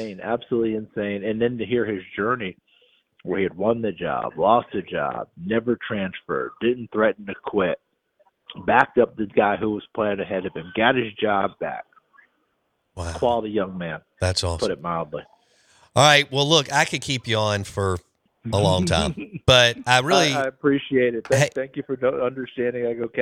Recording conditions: phone line